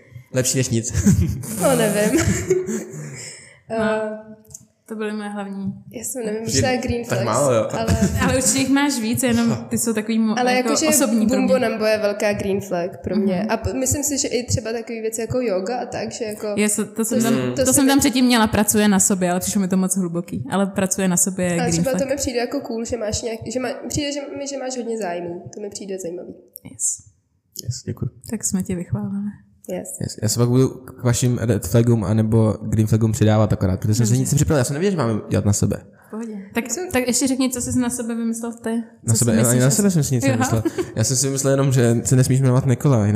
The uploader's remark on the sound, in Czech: Omlouváme se za zvuk.